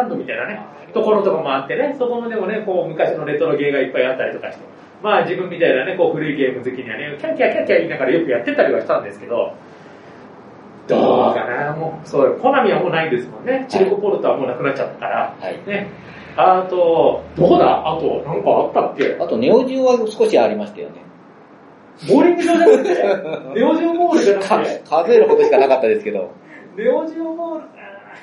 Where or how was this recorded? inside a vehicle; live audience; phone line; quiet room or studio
live audience